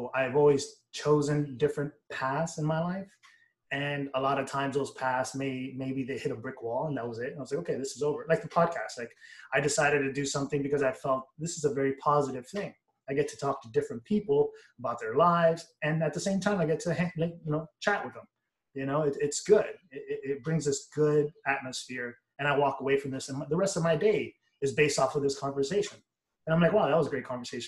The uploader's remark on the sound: (via Zoom).